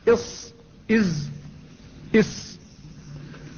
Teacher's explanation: فتخرج من بين رأس اللسان وهو طرفه وأعلى الثنايا السفلى · Term: أحرف الصفير